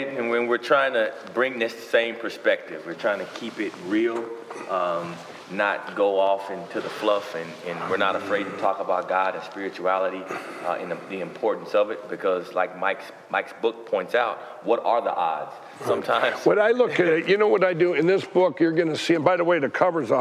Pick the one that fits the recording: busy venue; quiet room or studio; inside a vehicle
busy venue